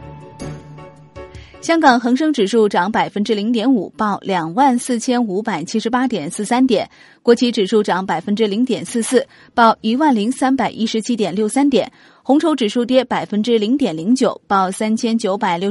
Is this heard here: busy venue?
no